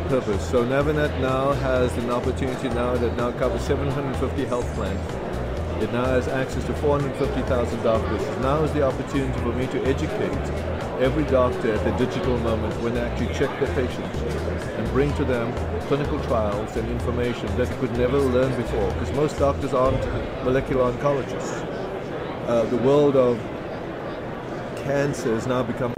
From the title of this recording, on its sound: LIVE from #HiMSS16